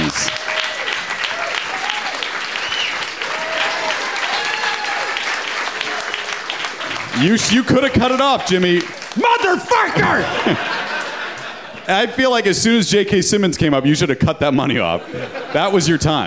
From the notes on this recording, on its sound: Live in Washington, DC. Perform at the Drafthouse Comedy Theater. Recorded live.